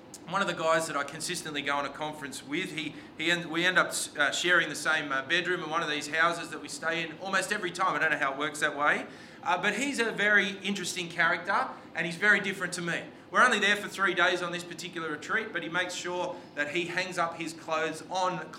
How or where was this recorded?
large echoing room